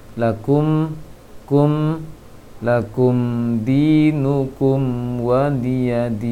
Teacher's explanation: ditutup sempurna untuk bibir ketika mim dan berikan hak porsi untuk mim. · Term: mim sukun